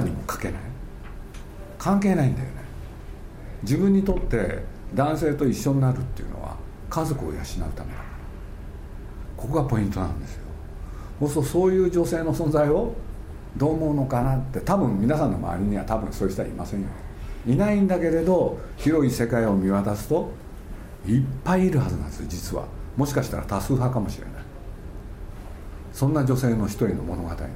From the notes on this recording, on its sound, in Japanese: 8月5日に東京・渋谷の大盛堂書店で行われた。発売記念トークイベントの模様をお送りします。